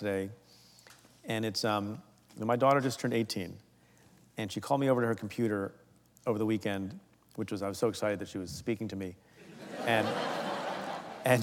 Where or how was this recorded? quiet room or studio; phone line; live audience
live audience